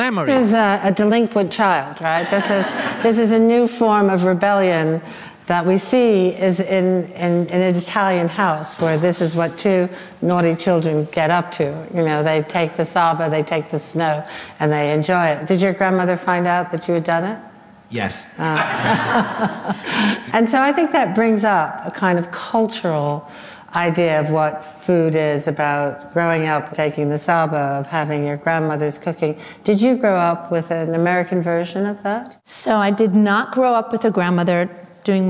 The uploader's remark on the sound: at Refettorio Felix in London for a special live recording